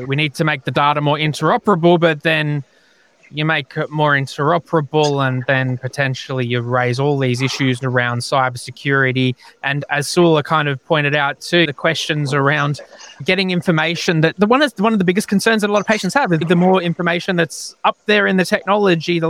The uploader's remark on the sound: In this episode recorded at the Talking HealthTech Winter Summit, we explore patient expectations in healthcare.